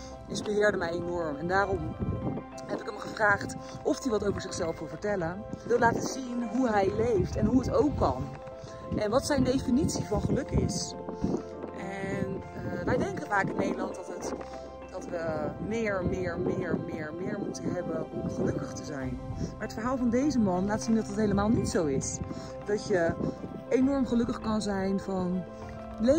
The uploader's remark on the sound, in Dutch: Doordat ik deze aflevering heb opgenomen tijdens het wandelen in de Himalaya, kan het zijn dat er af en toe wat achtergrondgeluiden in zitten.